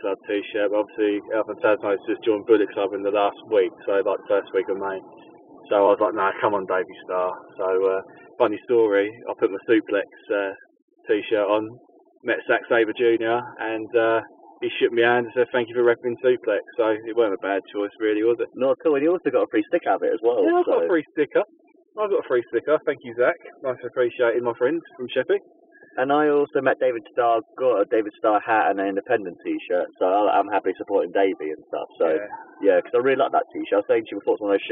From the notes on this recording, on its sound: on our drive home